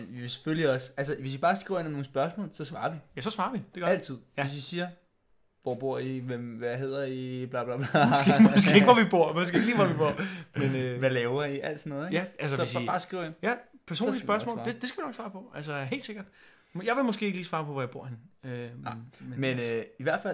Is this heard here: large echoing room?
no